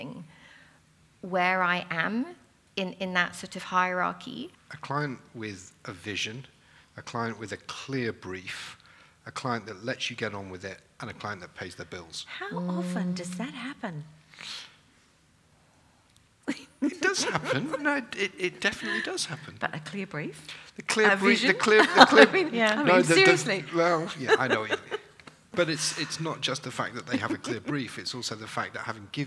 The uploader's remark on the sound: Recorded in front of a live audience of designers at the fabulous Roca London Gallery as part of the Chelsea Design Quarter Springtime Sessions.